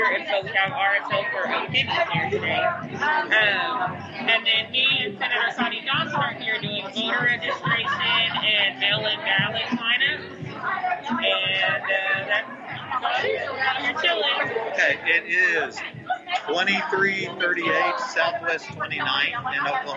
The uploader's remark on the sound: Live at Tink's Spot Dispensary. It's a little noisy in there.